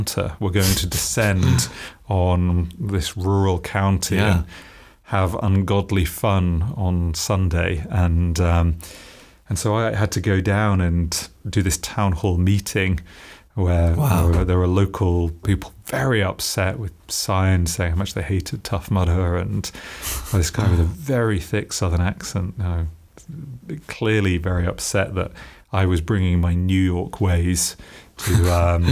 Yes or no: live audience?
no